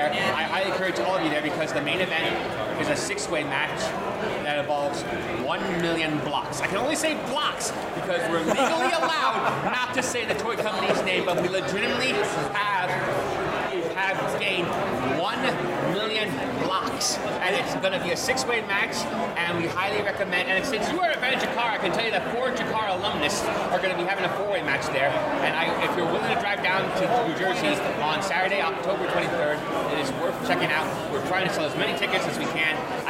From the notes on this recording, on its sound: we are LIVE at Terrificon 2021